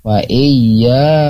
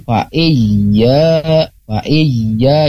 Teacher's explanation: Meskipun di sini huruf ya ya, jadi tidak fa'iyya, tapi fa'iyya, fa'iyya. Jadi ada nabroh, nabr ya, penekanan pada huruf yang bertasdid ya · Shown in: second take